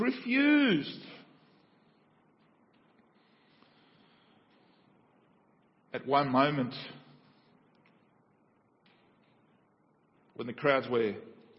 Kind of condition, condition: setting, large echoing room